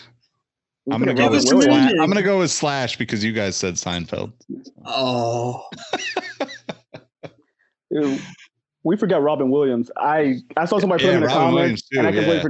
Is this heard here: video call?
yes